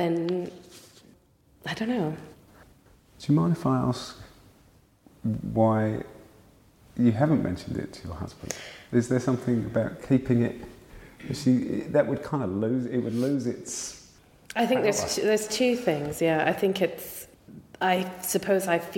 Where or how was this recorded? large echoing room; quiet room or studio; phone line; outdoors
large echoing room